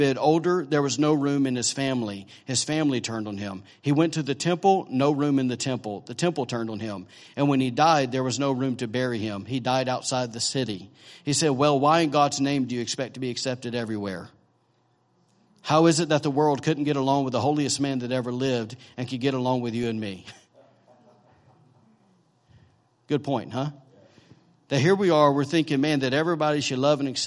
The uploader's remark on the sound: was recorded on Sunday, December 17, 2017, during morning service at Celebration Life Family Church